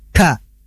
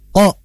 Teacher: Nah, kalau kaf itu ada pada ujung lidah yang sifatnya itu hames, nafasnya keluar. Berbeda dengan ko, itu jahar, nafasnya tertahan. Ko, sudah, tidak ada nafas yang keluar.